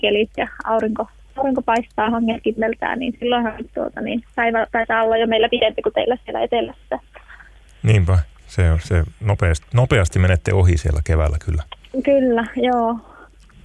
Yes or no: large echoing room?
no